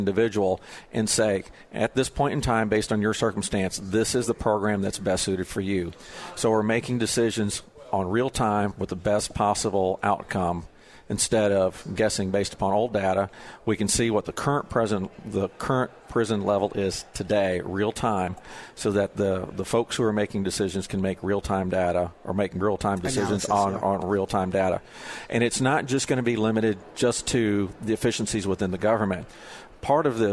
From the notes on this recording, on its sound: Live at the State Capitol for Filing Day